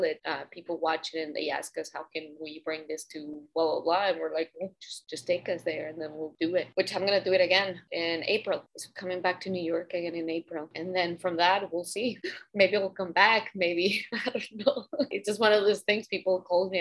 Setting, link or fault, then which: link, video call